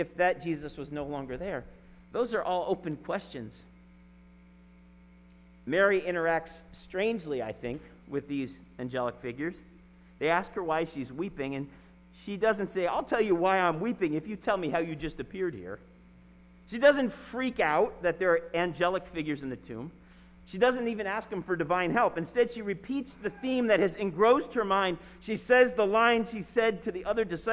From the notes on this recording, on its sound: Sermon preached at RCHP on April 4, 2021.